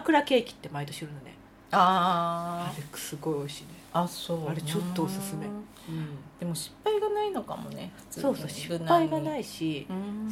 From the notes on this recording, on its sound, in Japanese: 今回もゲストを求めての自分の家ではないので若干雑音が入りますが許してください。